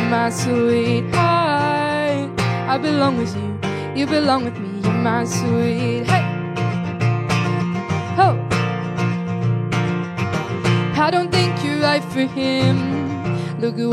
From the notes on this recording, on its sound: Live at the Rainbow Ballroom. Performed a chilled out hour hour session live at the Rainbow.